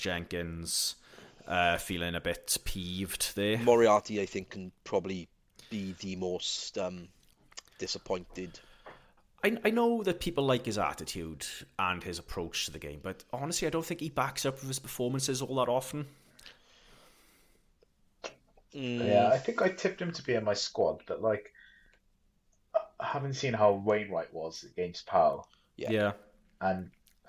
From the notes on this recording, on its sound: We made it through almost catastrophic technical failures